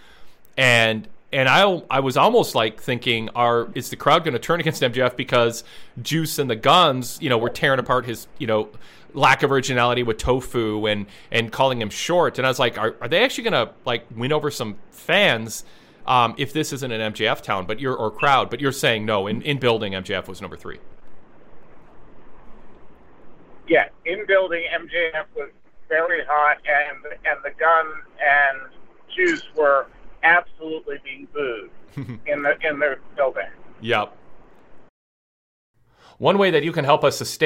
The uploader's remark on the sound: With live caller and email input along with an on-site correspondent who attended in Stockton, Calif. The production glitch that led to the video being replayed.